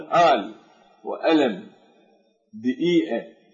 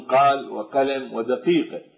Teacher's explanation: كالمصريين والشاميين ينطقون بعض القاف بالهمز · Shown in: first take